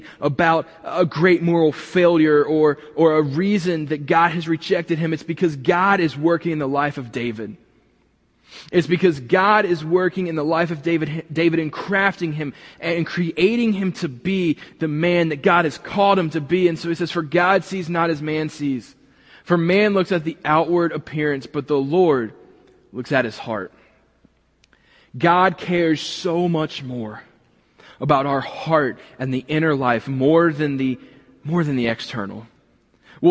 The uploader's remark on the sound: this week was recorded from the building